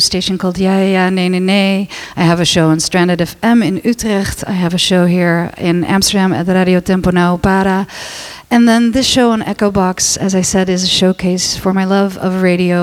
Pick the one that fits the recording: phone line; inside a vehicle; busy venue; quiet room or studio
busy venue